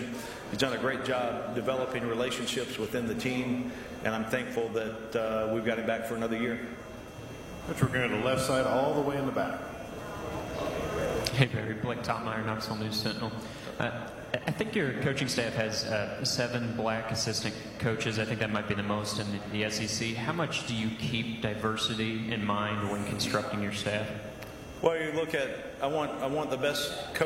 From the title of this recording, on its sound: Main Room Press Conference